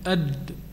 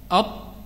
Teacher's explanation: أط مش كما الدال، أد، الحيز التجويف داخل الفم في الدال أكبر من الطاء، هذا اسمه الانفتاح، والآخر اسمه إطباق.